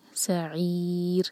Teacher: عین ہے یہ، حمزہ کی آواز نہیں آنی چاہیے، سعیر نہیں کہیں گے، سعیر.